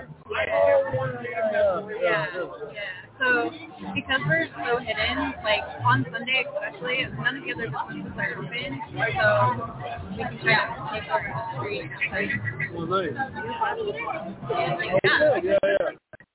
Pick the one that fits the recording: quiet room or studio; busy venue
busy venue